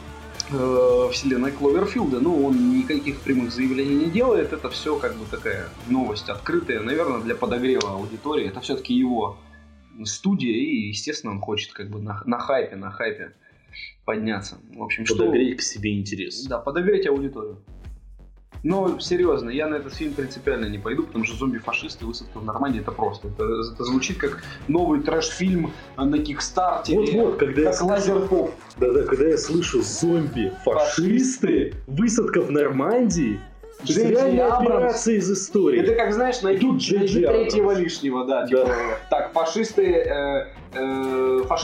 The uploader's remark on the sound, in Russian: Заранее просим прошения за качество записи в данном подкасте. Мы случайно записывали в стереорежиме, при том, что микрофон его не поддерживал.